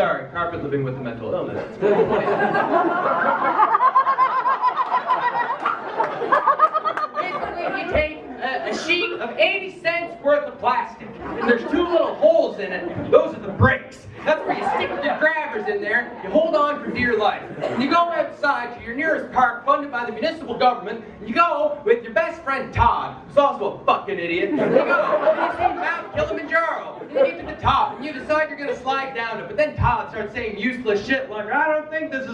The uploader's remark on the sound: High-End Bootleg is a bootleg recording of An Evening of Comedy. At Bar1911 as part of their After Hours Series. Performed before a sold-out audience in Charlottetown, Prince Edward Island.